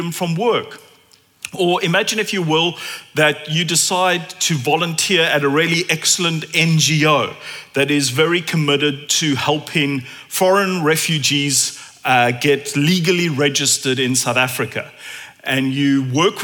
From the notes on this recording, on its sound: at Common Ground Church Rondebosch